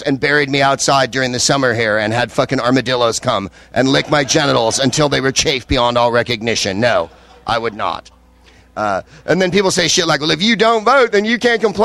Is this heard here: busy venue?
yes